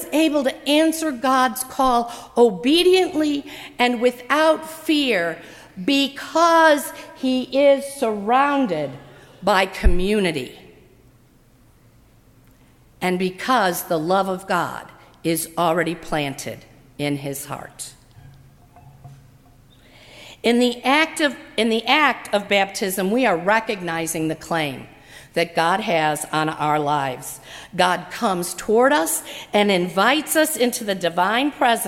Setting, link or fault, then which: setting, large echoing room